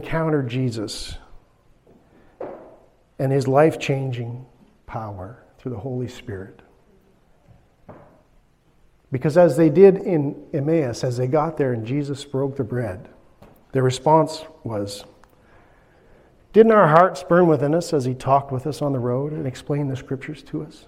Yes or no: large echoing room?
yes